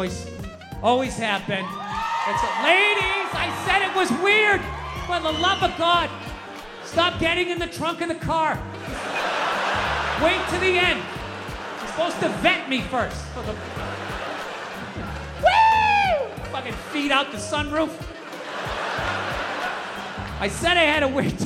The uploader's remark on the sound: Live at Red Rocks (2022). Sped up 1.15x, intro/outro trimmed, Up Beat Smooth Jazz Saxophone Instrumental audio added.